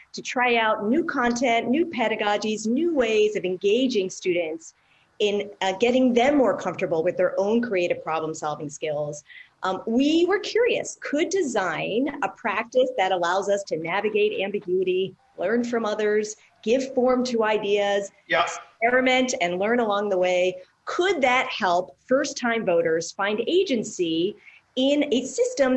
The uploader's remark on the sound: In response to the Coronavirus COVID-19 outbreak, this program took place and was recorded live via video conference, for an online audience only, and was live-streamed by The Commonwealth Club of California from San Francisco.